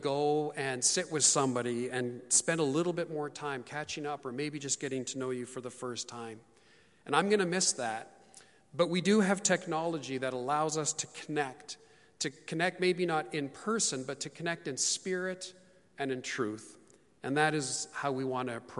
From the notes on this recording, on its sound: Terwillegar Community Church's first ever live-streamed service. Happening in response to the global Covid-19 situation.